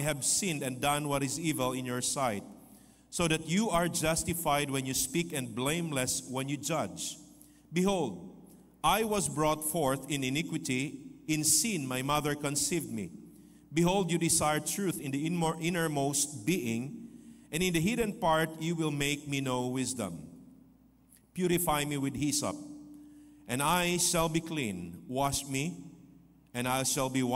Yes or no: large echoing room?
yes